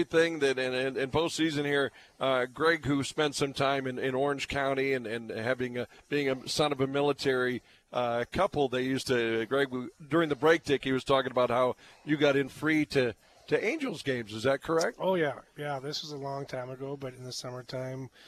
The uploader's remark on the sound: live from Applebee's on 13th Ave South in Fargo